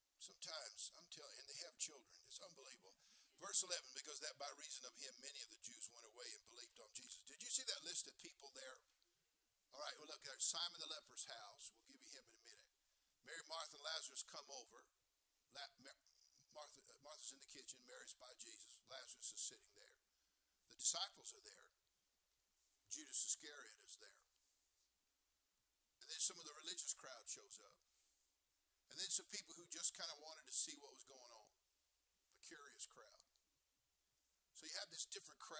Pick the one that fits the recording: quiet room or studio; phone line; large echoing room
large echoing room